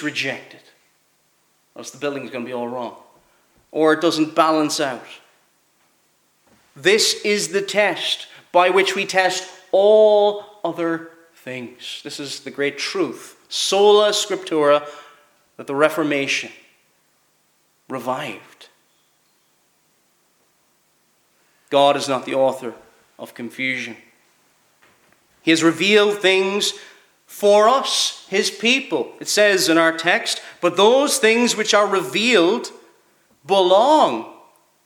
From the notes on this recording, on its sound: Preached at Kellswater Reformed Presbyterian Church